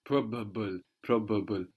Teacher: It's almost like there's an extra B. There's two B's as well in English, just that the vowel between them is so reduced, you hardly feel them.